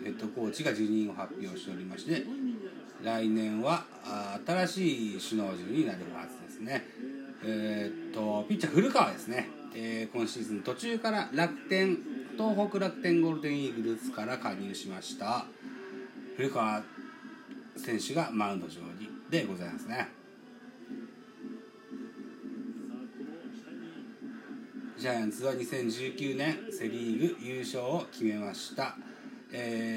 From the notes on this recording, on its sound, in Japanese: 神宮球場。IPad収録版。